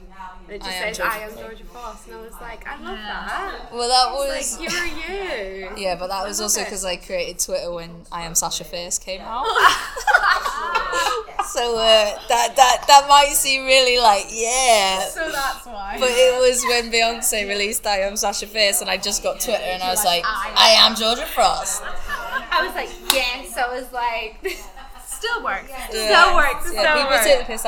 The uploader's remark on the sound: We apologise for the varying quality in noise levels during this episode-we were unfortunately unable to record this interview in a private space.